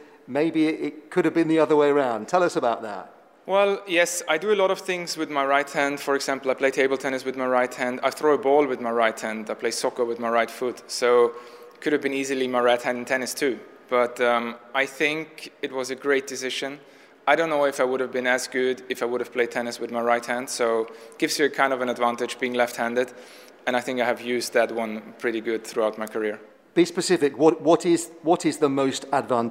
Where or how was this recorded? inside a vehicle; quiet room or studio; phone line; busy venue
busy venue